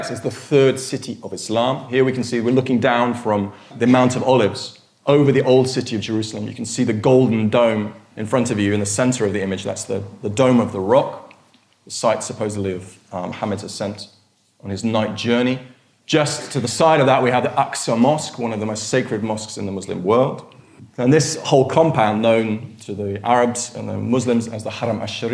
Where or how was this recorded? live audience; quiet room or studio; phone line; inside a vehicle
live audience